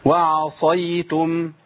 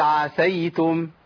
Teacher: الفرق بين الصاد والسين التفخيم اللي هو الاستعلاء والإطباق